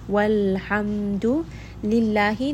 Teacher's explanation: name of Allah here is light because the letter before has a kasra, so this lam in the name of Allah will be light.